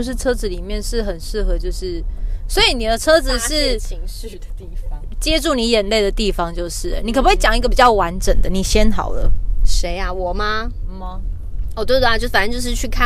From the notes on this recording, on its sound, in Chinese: 我們遊車河，嘗試在車內裝錄音設備，在全程都有繫上安全帶並且安全駕駛的前提之下邊開車邊喇Ｄ賽。我想要驗證「移動錄音」的可能性。充滿車內環境音的啾團。